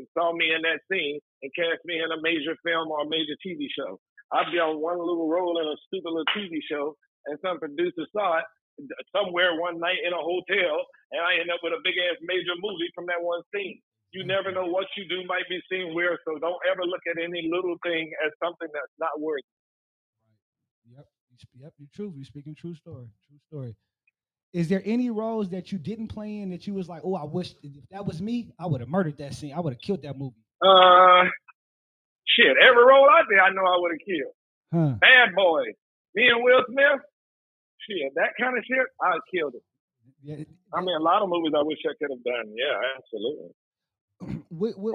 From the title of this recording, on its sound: Phone Interview